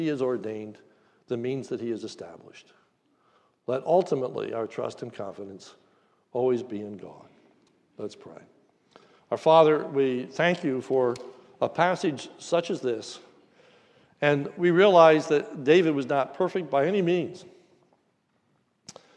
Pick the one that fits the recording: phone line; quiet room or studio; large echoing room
large echoing room